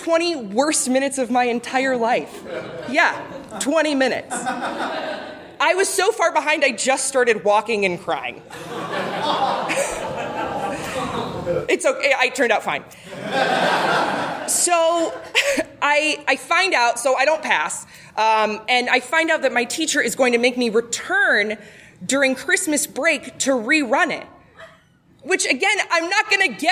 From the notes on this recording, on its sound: Record a Your Stories episode at UCB Sunset, a really incredible comedy theater in Los Angeles. Some of our favorite West Coast people came out to share their stories.